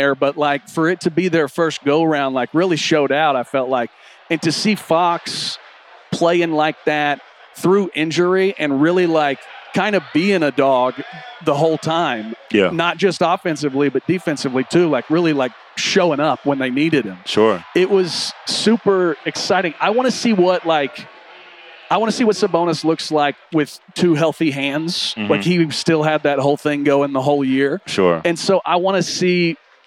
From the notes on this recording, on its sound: Live from the concourse of the Thomas & Mack Center. The first three days of Las Vegas Summer League.